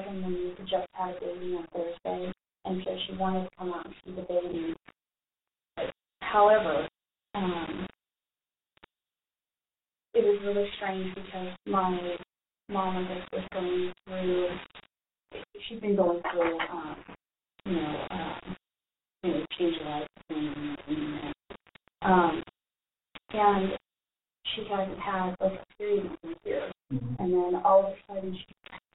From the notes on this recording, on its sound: This interview was not played in a main episode because the audio quality is almost unlistenable.